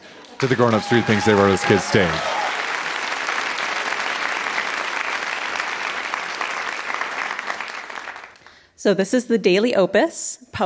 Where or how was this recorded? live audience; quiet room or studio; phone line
live audience